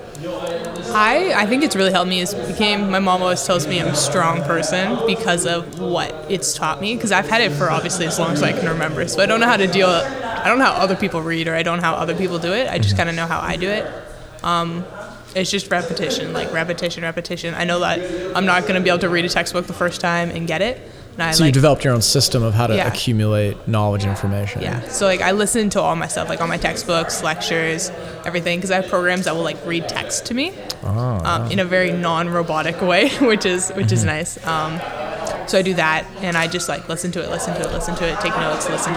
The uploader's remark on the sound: This podcast taped live at an event hosted by lululemon.